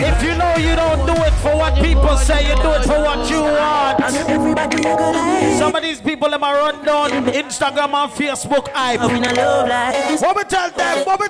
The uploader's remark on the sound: LIVE At 2uesdaze New Years Day